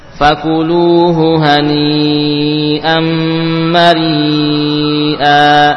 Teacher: jadi untuk hamzah yang bertanwin fathah sama saja apakah setelahnya ada alif ataupun tidak, maka ketika waqaf dibaca a ya, dengan mad iwad